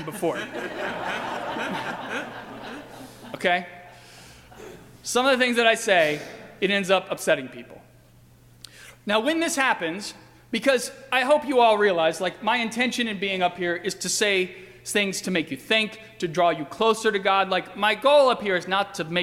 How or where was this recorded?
large echoing room